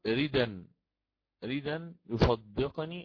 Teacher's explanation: أخذ التنوين الذي هو على همز القطع ونقل حركته إلى الدال قبلها ثم حذفها فصارت ردا · Term: النقل